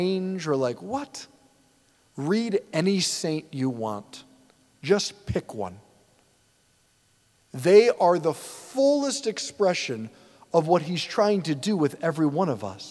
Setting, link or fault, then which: setting, large echoing room